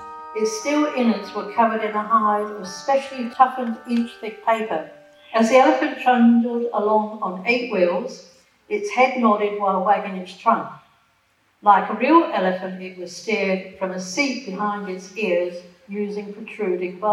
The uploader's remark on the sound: This free public lecture was part of the History Trust of South Australia's Talking History series.